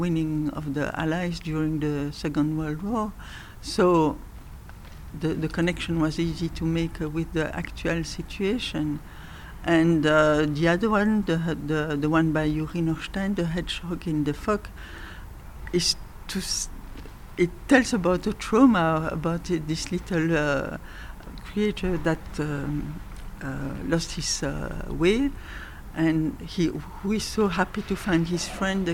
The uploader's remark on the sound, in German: Festivalausgabe live aus dem Merkerareal in Baden.